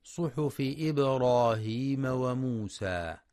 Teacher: ينتبه القارئ لتحقيق كسر الفاء في صحف إبراهيم ولقلقلة الباء الساكنة في إبراهيم مع ترقيقها وإثبات المد الطبيعي في وموسى بمقدار حركتين عند الوقف، حيث يخطئ بعضهم بمد الألف وموسى مدا زائدا عن المد الطبيعي.